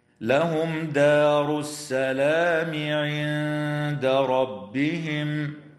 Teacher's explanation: وتخفى النون الساكنة عند الدال مع الغنة مرققة في كلمة عند